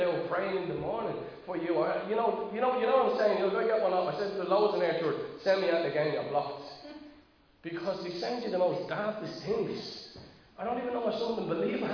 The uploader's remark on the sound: Recorded live in Liberty Church on 19 June 2022